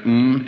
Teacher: and then m, it closes at the lips. You move the sound mass forward.